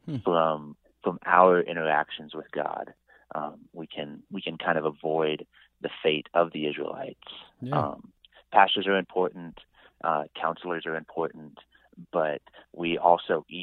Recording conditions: phone line